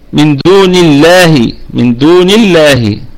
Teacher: نقول لام لفظ الجلالة دي مرققة لأنها مسبوقة بكسرة